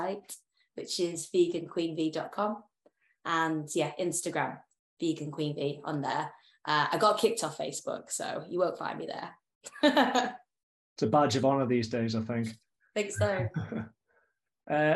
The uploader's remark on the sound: for a live online event